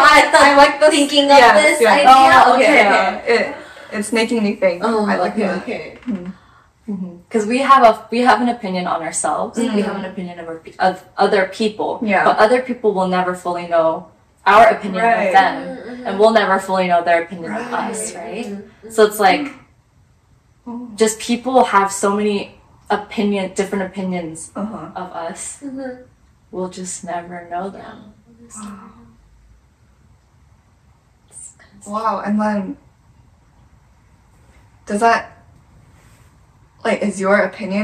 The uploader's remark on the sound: We apologize for the audio quality this episode. We forgot to hit “record” on the podcast system.